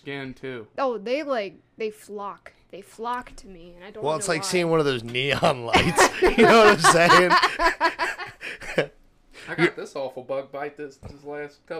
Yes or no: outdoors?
no